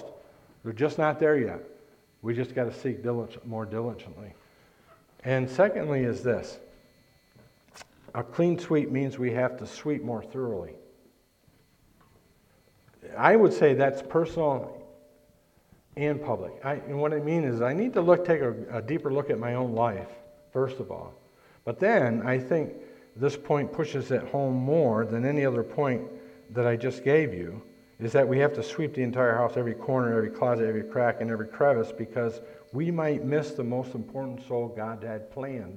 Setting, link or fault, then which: setting, large echoing room